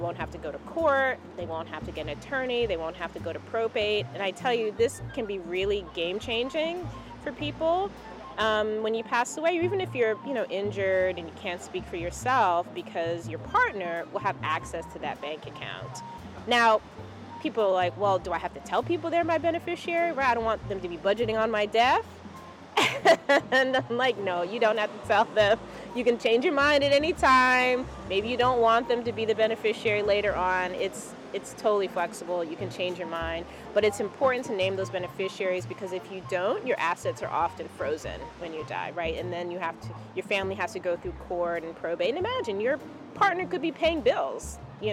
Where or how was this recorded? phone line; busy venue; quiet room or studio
busy venue